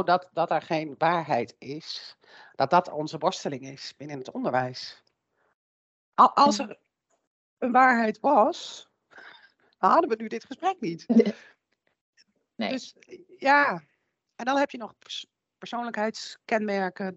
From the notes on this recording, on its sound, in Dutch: Via beeldbellen